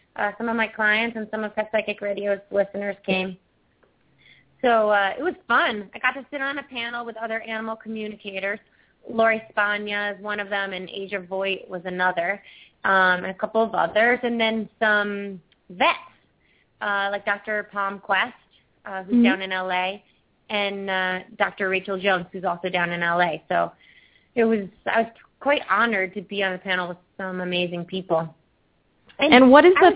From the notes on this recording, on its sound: open up the lines for listeners to call